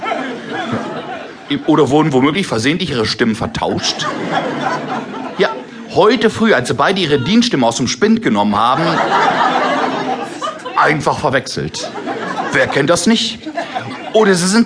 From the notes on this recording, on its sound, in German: Live-Programm